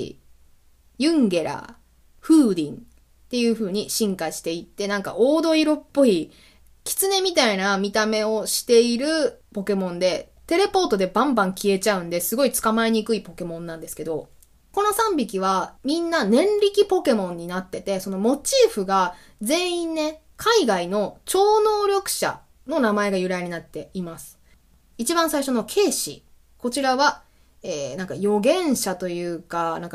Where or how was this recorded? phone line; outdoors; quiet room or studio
quiet room or studio